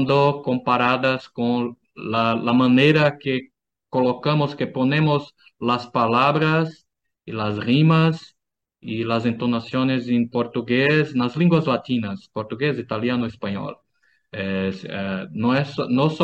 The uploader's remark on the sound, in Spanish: Charlamos via zoom